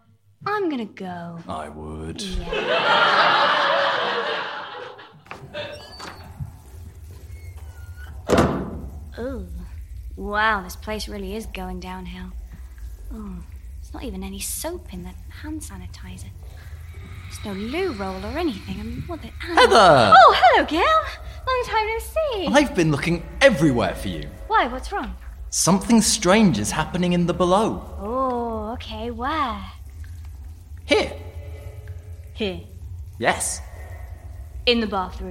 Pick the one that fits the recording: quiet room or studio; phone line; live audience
live audience